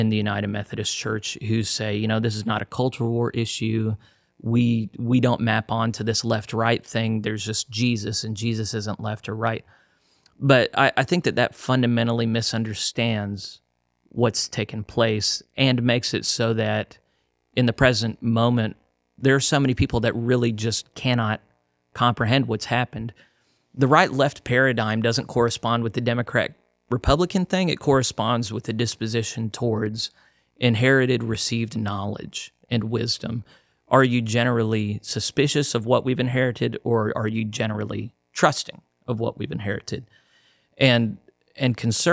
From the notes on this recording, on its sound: While my commentary (and the buzzy audio) might be lacking in this one